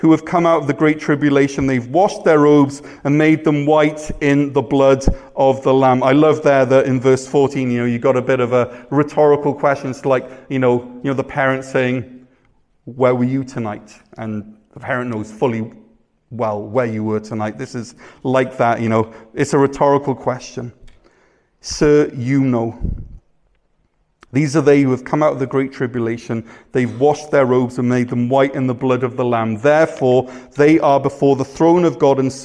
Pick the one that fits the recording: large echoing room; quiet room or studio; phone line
large echoing room